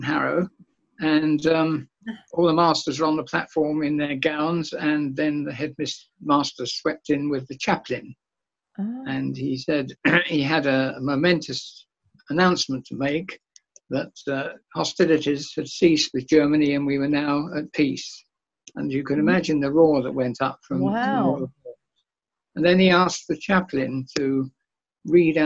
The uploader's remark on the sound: a virtual tea party over Zoom